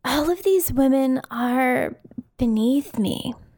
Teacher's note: a little bit Valley Girl, a little bit vocal fry, mm-hmm. but also a little bit like dead inside.